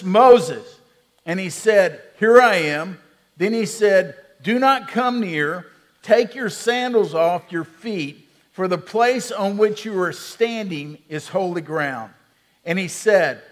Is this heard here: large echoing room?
yes